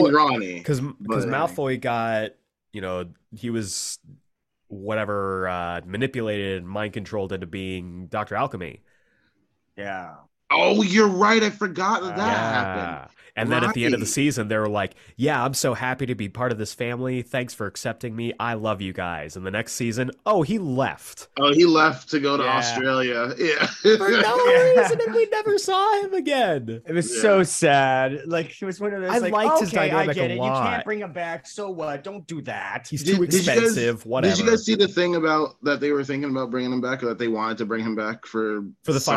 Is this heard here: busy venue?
no